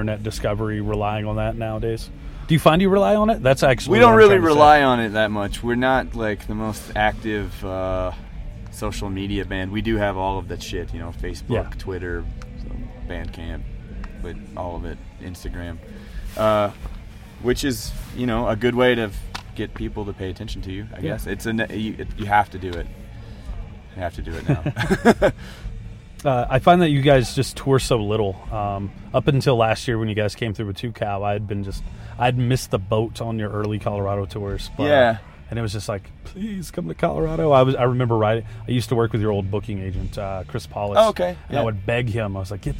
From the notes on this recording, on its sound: backstage at Riot Fest Denver